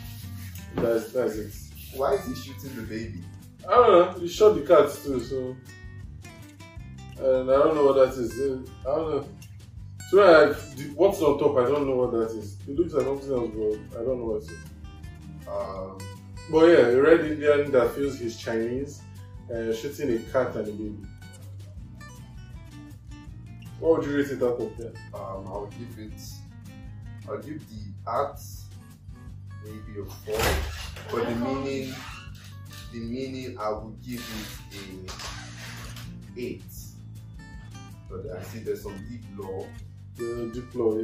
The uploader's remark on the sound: Yeah I know the audio is weird.